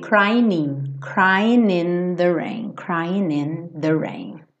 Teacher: como eu tô pensando no G sem som, eu faço uma ligação do N no I